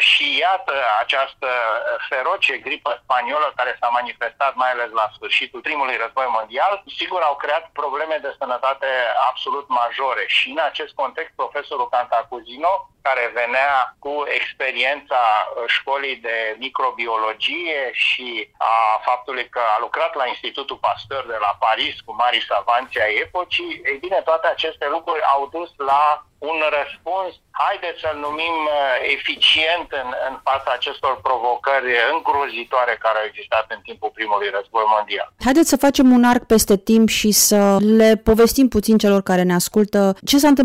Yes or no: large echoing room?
no